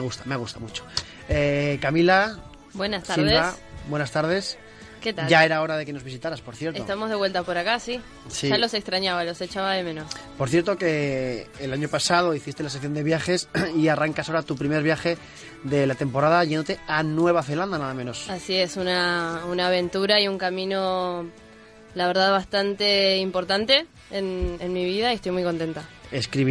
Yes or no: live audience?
no